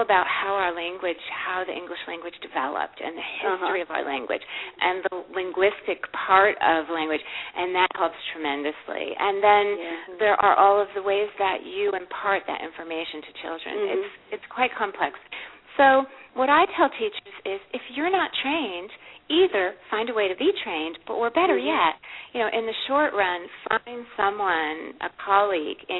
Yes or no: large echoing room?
no